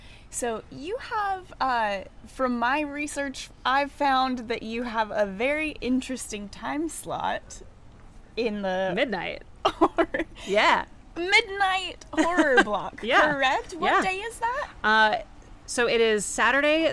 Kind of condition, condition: setting, busy venue